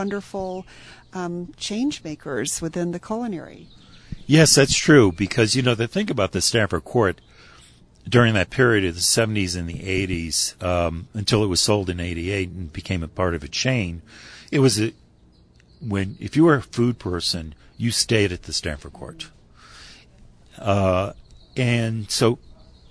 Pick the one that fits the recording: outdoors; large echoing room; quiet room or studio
outdoors